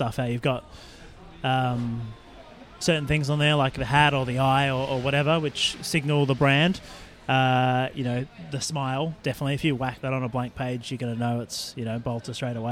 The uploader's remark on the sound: The episode was recorded at Beermash in Sydney Road, Collingwood.